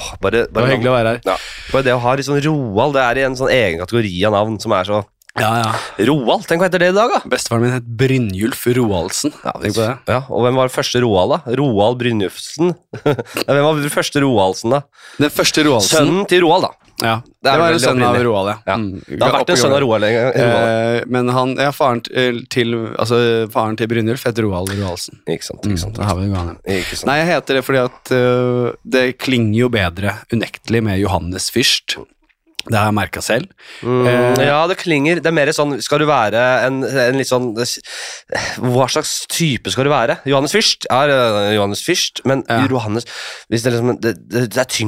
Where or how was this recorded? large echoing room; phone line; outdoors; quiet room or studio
quiet room or studio